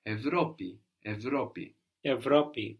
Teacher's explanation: We see both in αύριο and Ευρώπη that the R is creating the V sound as opposed to the F sound.